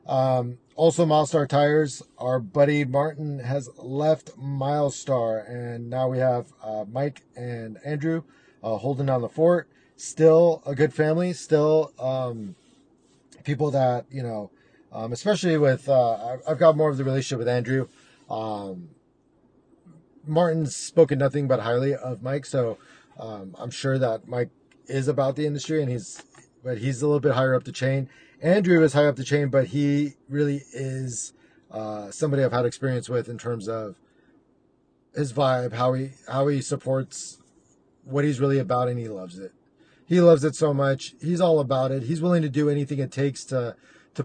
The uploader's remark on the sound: Overdue update episode from my car and crappy recorder on my iPhone.